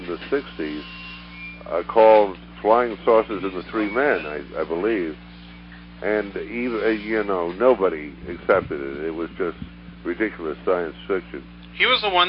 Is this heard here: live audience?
no